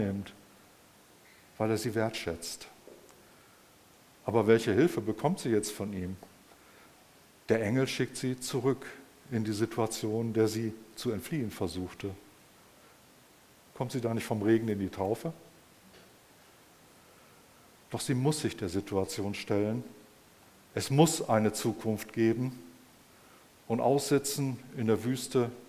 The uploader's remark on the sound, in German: im Rahmen des Gottesdienst mal anders